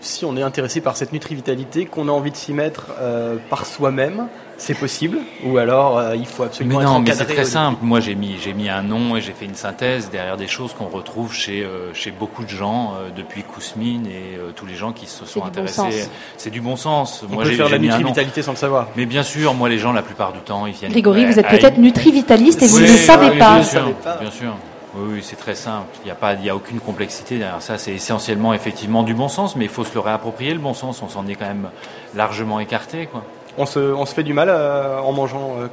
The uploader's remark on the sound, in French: A l’occasion du Salon planète durable, parc des expositions de la porte de Versailles à Paris. Nous vous proposons d’écouter l’enregistrement que nous avons fait lors du salon planète durable en Avril 2011.